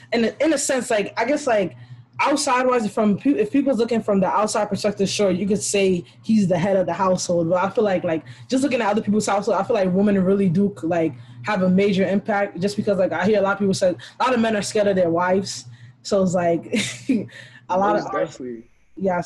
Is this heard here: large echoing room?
no